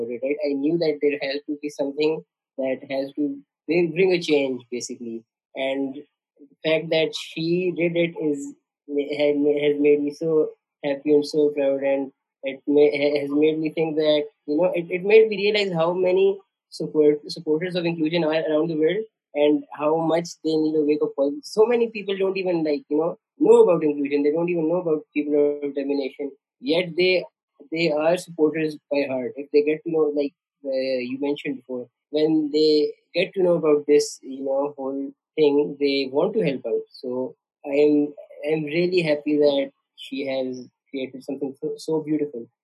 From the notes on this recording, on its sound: A Zoom chat. The co-founder of the Inclusive digital platform for People of Determination was in Dubai.